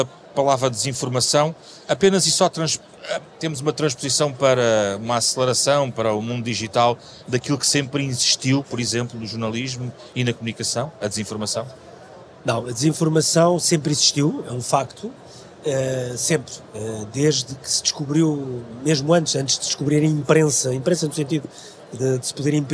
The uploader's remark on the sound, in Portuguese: Programa gravado ao vivo na Web Summit.